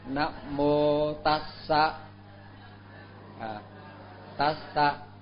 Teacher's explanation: khi mà nó có hai cái âm phụ âm mà đi với nhau á, thì nó sẽ dài lên bằng phân nửa, tức là nó cũng phải ngắn mà nó cũng phải dài, mà nó là hơn thêm một chút xíu, tức là ngắn mà thêm một chút xíu.